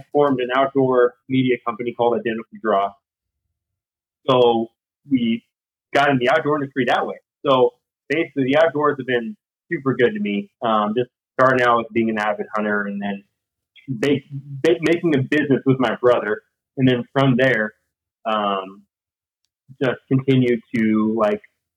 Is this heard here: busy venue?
no